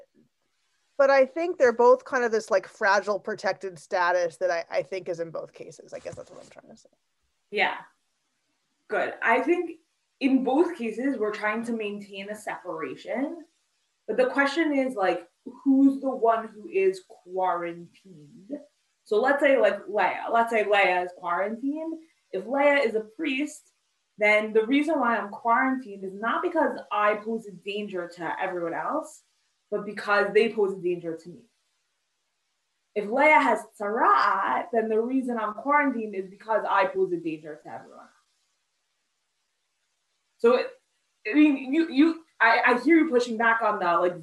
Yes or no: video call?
yes